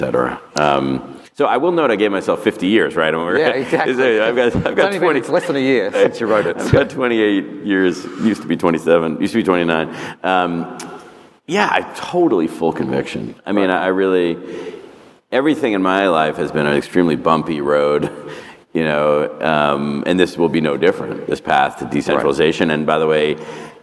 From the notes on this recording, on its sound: This recording is from Fintech Nexus USA (formerly known as LendIt Fintech USA) held at the Javits Center in New York City on May 25-26, 2022. It is from our Keynote stage.